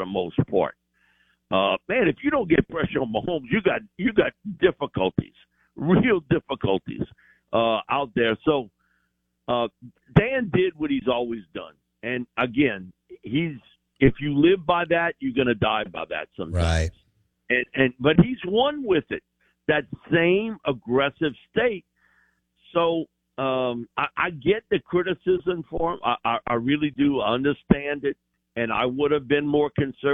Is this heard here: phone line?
yes